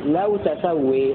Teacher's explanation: ويقرأ حمزة والكسائي لو تسوي بفتح التاء وتخفيف السين